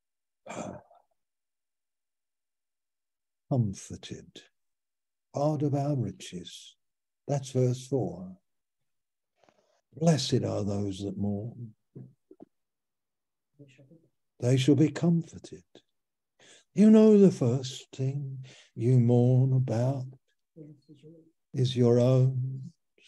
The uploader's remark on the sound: Malaysia Meets (Zoom)